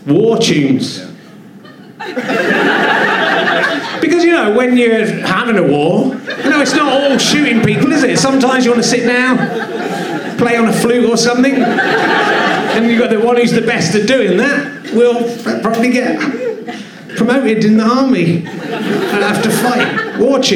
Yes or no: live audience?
yes